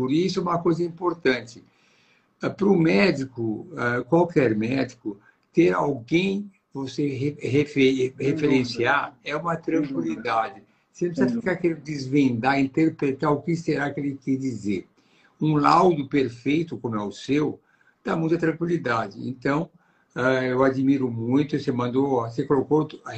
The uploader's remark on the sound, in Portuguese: Nesta Live realizada pelo Instagram